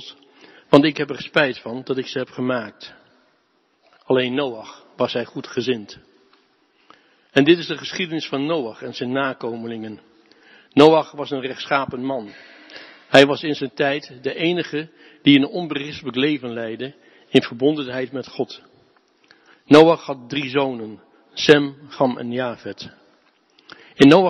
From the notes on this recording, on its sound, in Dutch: De preek is op 25 september 2022 opgenomen in de De Hoeksteen in Haren